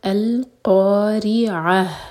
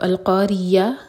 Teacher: را کے نیچے کسرہ تو را باریک، اس کے بعد ہے عین، تو یہاں پر نہ تو یا کی آواز آنی چاہیے اور نہ ہی حمزہ کی · Shown in: first take · یہ ہوگا القارعہ، تو القاریہ بھی آواز نہیں آئے گی اور القارعہ نہیں آئے گی.